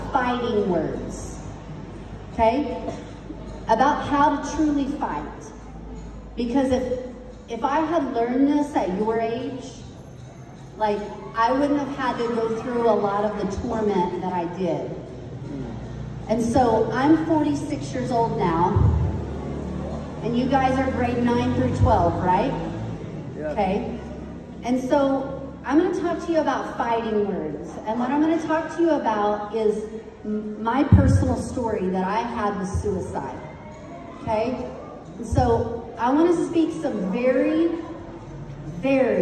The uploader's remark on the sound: Got to spend the morning with the students at Tuba National High School! Shared with these 400 9th-12th grade students.